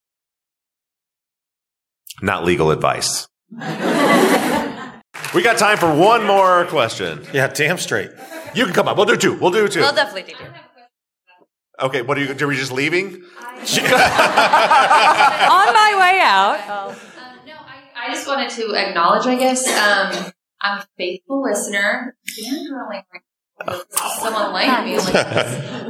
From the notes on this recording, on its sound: This week's follow-up is a live recording from Obsessed Fest in Dallas, Texas. Answer live listener questions.